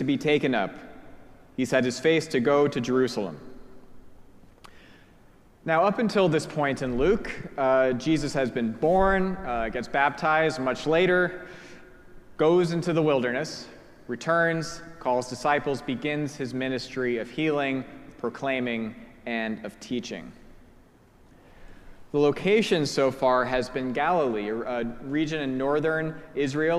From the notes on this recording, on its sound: Preached at our celebration of the Holy Eucharist on the Third Sunday after Pentecost.